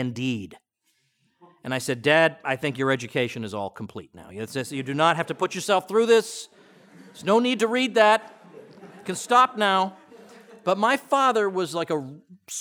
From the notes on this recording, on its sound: opening lecture at Mises University 2017